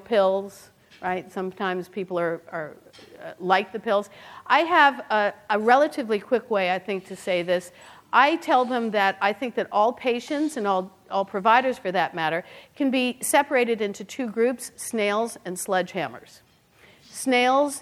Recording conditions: live audience